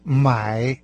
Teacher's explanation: Покупать по-китайски «май», третий тон.